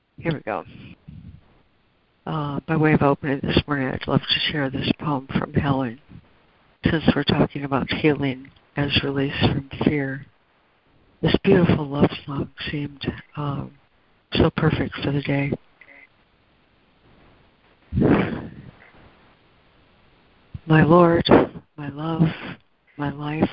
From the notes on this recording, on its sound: ACIM Daily Conference Call.